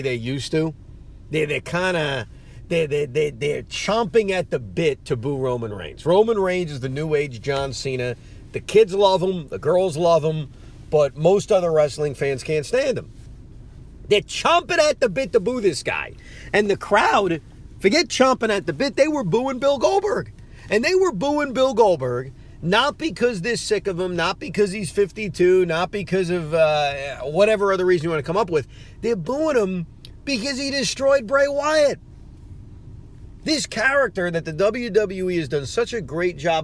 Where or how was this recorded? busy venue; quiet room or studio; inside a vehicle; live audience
inside a vehicle